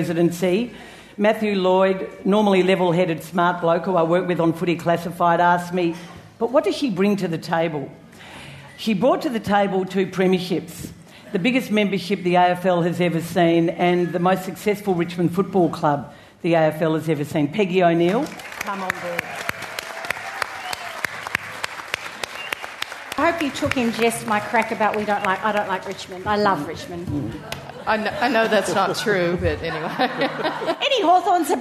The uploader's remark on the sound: Live Christmas Show